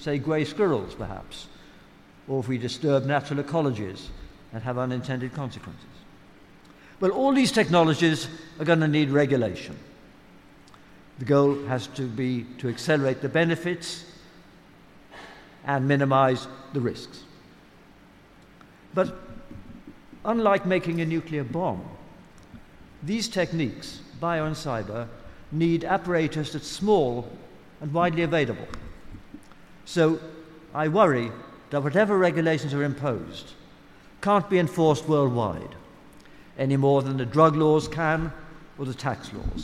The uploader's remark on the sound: Recorded live at the EartH in London's Hackney on 19th March 2019.